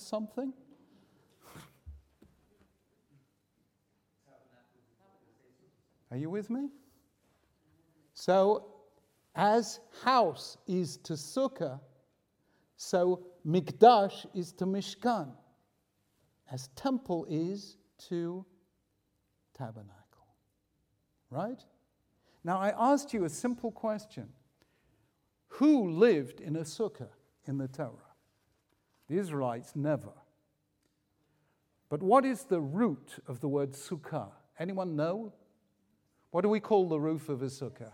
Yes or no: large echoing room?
yes